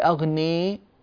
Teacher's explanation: لا نقول أغني، هذه إمالة زائدة لا تصلح أبدا